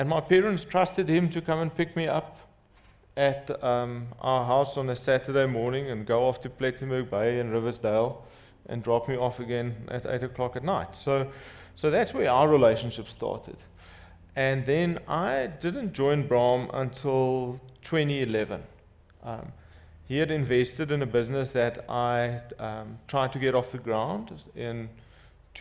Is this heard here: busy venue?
yes